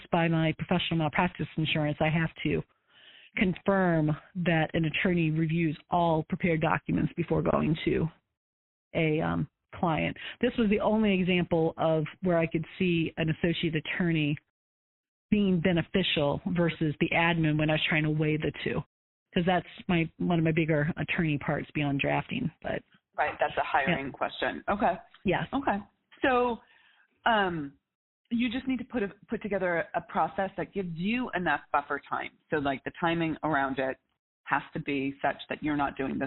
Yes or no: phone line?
yes